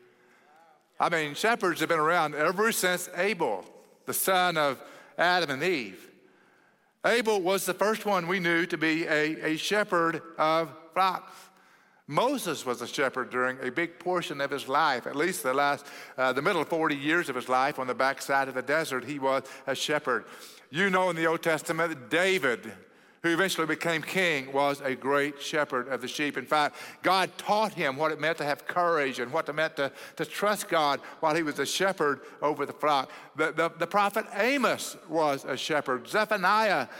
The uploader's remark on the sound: At Cross City Church in Euless, TX on December 17, 2023.